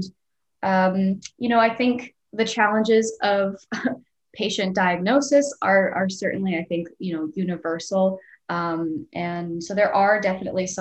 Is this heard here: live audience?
no